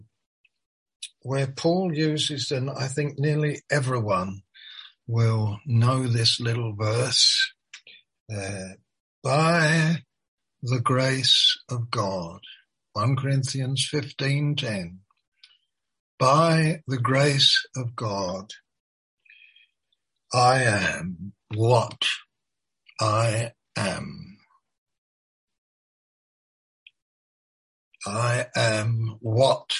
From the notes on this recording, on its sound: Malaysia Meets (Zoom).